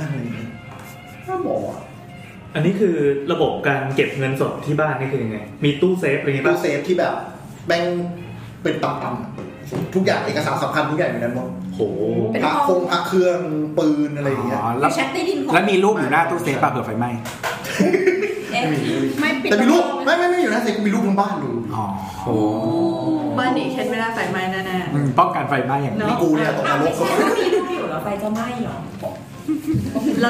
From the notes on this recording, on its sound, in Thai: ทีมเสาเสาเสาและเหล่ามิตรสหายนัดเจอกันแบบนานๆ ที ไหนๆ ก็ไหนๆ แล้ว ระหว่างบทสนทนา เราก็กดอัดเสียงไว้. ไม่ตัดเสียงรบกวนด้วย.